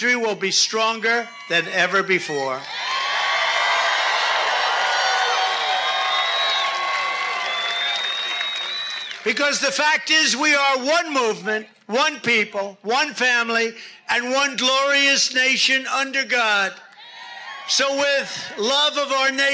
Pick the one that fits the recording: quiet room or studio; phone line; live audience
live audience